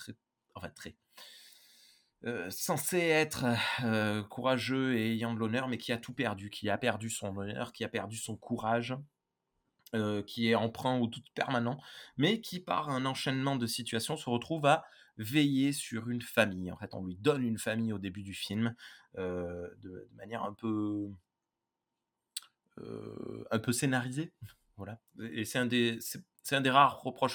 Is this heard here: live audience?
no